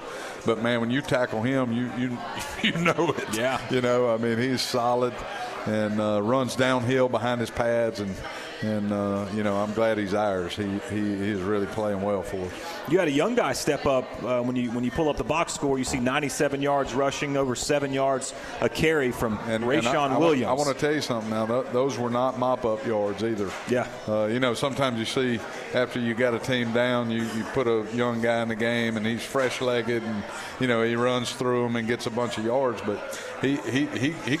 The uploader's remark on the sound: brought Hawk Talk to Moe's Original Barbecue in Old Cloverdale